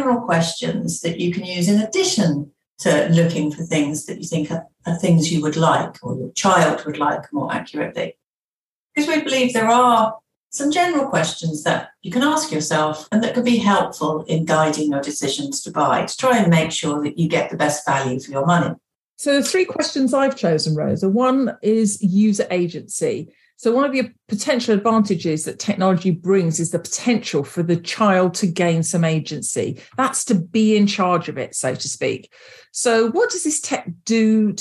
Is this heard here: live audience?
no